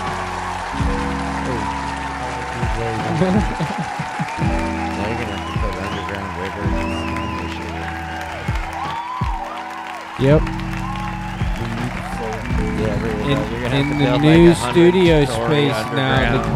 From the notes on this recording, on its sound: Filmed in front of a live Studio Audience